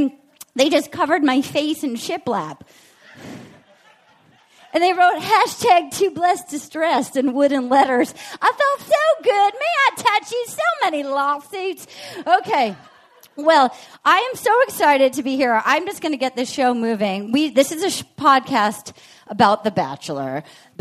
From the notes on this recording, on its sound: live from Austin at the Moontower Comedy festival!